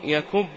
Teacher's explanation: يكب هو بفتح الياء وضم الكاف